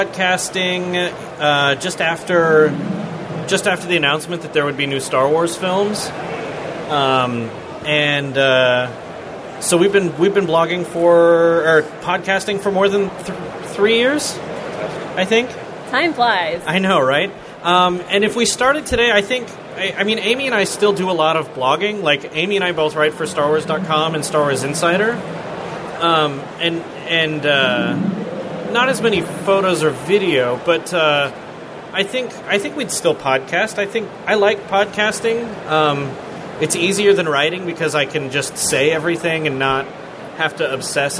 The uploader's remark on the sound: Star Wars Celebration Live. Were on hand at Star Wars Celebration Europe to do a live show. Take audience questions.